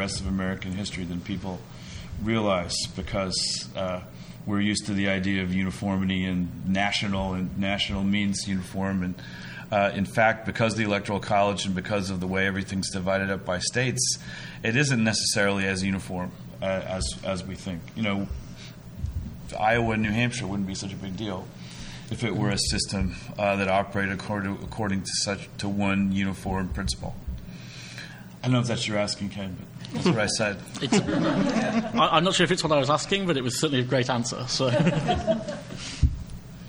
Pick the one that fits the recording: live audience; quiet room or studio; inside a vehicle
live audience